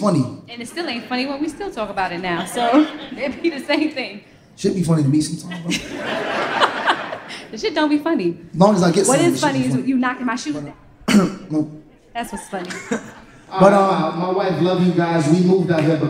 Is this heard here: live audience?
yes